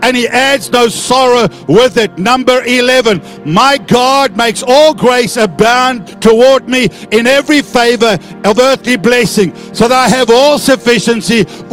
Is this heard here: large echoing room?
yes